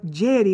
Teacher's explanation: Geri with a flipped R, which is necessary between two vowels in Italian.